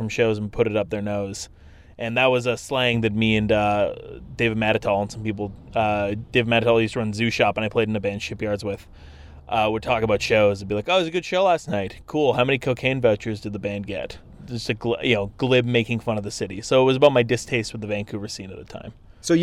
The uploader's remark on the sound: I hung out with the band in the van right before the last show of a west coast tour in their old hometown Vancouver.